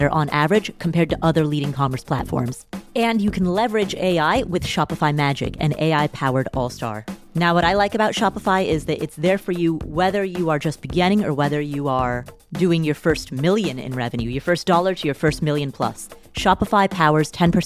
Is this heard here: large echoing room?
no